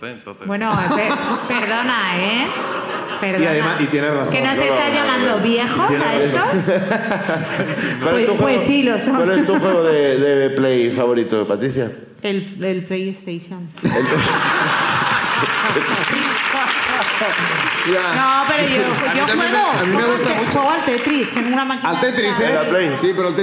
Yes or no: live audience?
yes